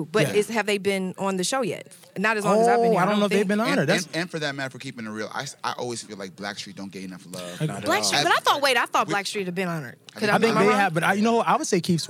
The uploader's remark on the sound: live backstage at the 8th Annual Black Music Honors!